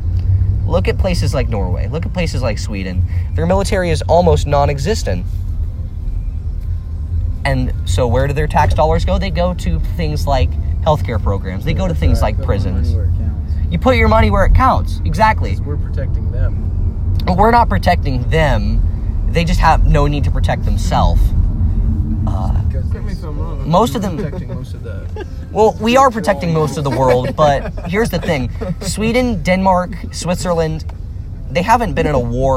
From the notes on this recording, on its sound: Recorded backseat with the buds.